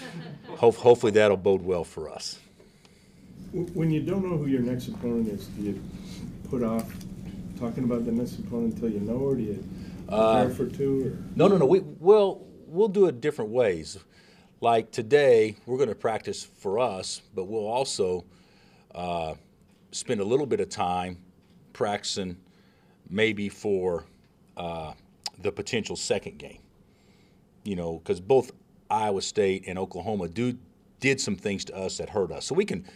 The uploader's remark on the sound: Press Conferences & Post-Game Interviews